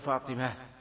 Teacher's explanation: تاء التأنيث عند الوقف عليها تقلب هاء · Term: إبدال تاء هاء